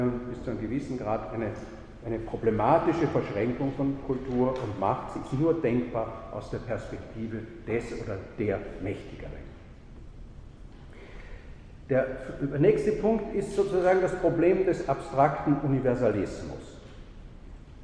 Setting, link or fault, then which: setting, large echoing room